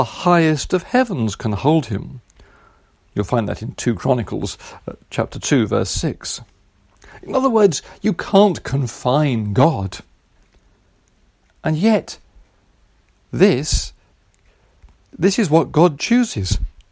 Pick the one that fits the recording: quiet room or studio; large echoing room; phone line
large echoing room